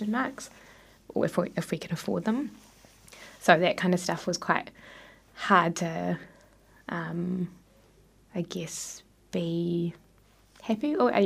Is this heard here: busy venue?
no